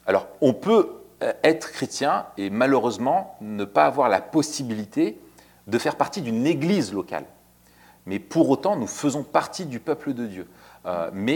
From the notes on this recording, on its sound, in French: Dans cet épisode enregistré devant public.